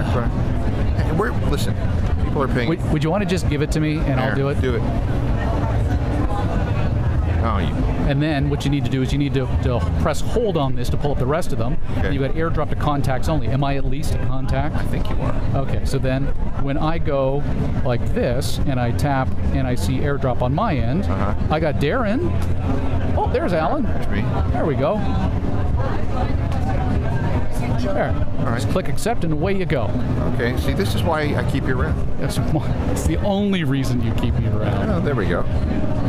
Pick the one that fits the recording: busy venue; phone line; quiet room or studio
busy venue